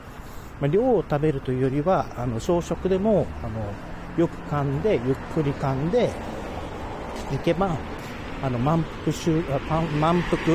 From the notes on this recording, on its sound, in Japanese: Radiotalk。散歩？ウォーキング？しながらポケ活しつつ、風切り音対策しながらまとめて収録したもの。